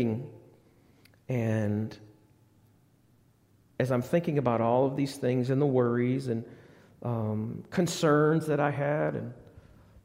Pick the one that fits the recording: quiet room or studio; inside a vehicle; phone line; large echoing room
large echoing room